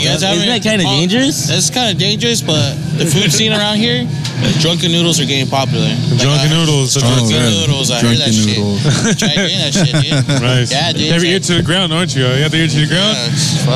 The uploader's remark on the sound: at their live event at the Lexington on 9/18/17